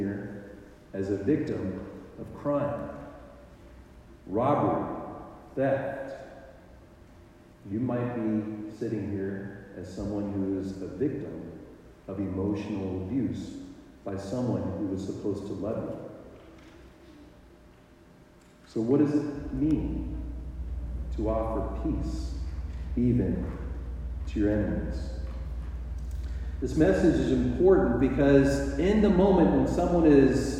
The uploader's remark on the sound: The sound quality is lacking. It is like “listening in a tunnel.”